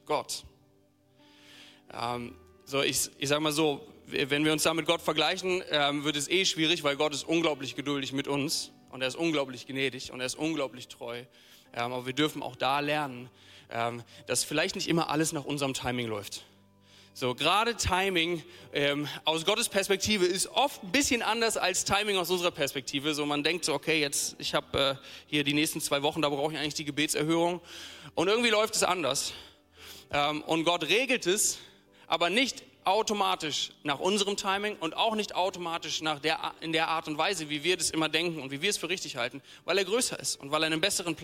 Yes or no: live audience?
yes